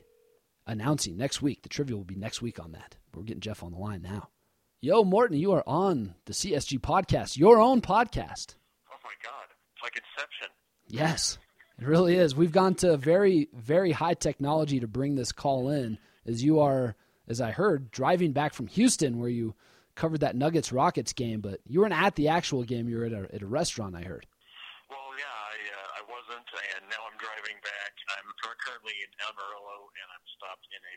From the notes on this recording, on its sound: first has a phone call